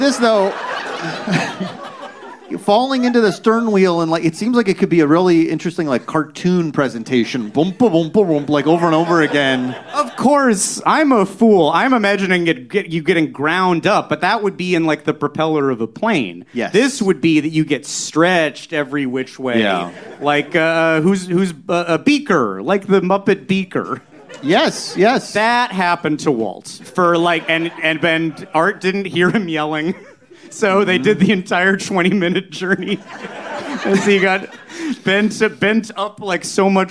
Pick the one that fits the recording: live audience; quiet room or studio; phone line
live audience